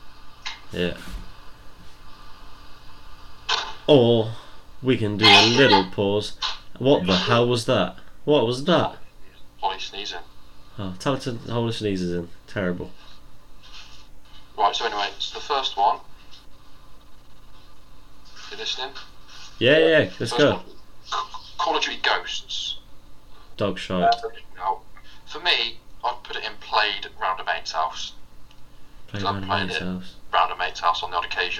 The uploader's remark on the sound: With bad audio